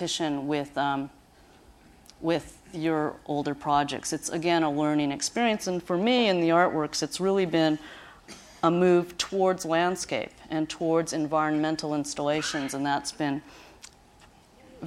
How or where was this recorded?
live audience